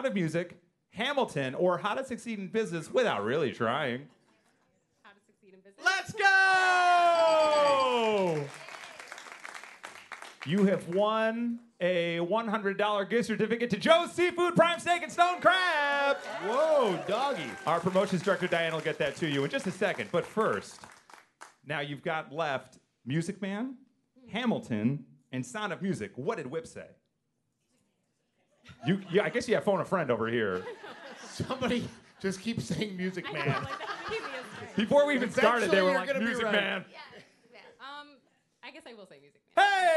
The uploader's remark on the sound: Morning Mix Live at the Copley Theatre in Aurora.